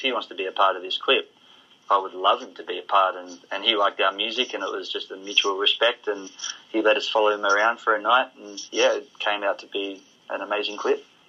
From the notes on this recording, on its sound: on the phone for this exclusive interview